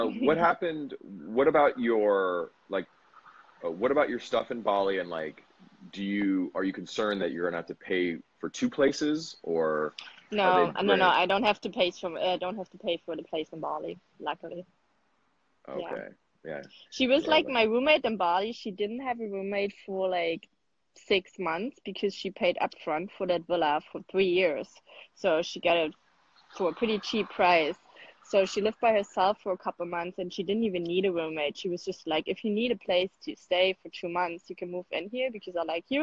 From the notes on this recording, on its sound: I did an Instagram Live and interviewed a friend